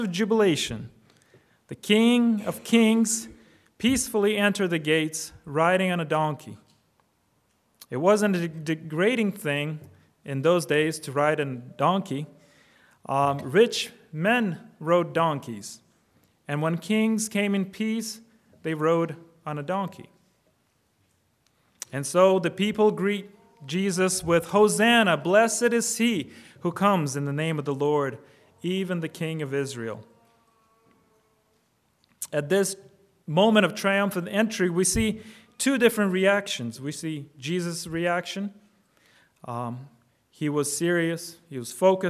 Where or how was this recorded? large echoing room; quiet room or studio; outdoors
large echoing room